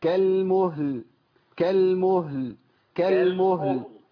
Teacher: اللي هي كالمهل والعهن، صح؟ خد بالك الهاء ديت بتضيع اللي بعدها لو أنت ما مكنتش الهاء واللام · Term: الهاء الساكنة